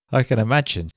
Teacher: So obviously there I said I can imagine, but notice how the word can becomes kun, and also the word imagine becomes nimagine, because the N of can has linked to the word imagine